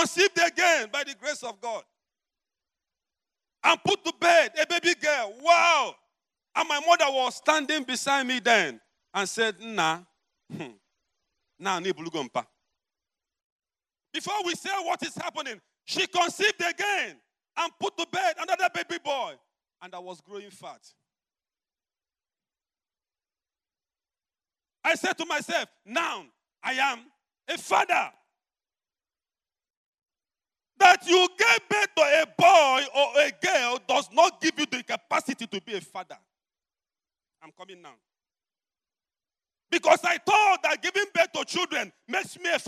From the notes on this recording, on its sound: preached at the Overcomers Church World Outreach